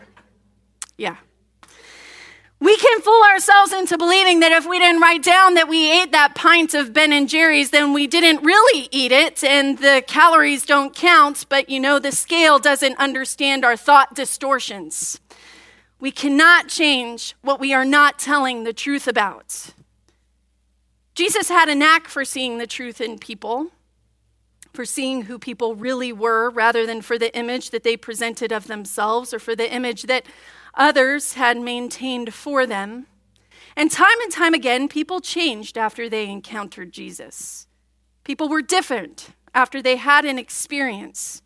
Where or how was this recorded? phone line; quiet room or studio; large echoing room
large echoing room